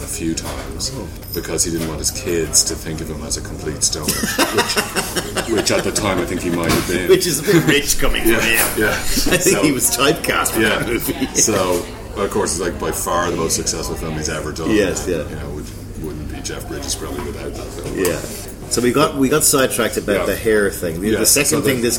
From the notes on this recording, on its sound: Recorded: A noisy wine bar in Cannes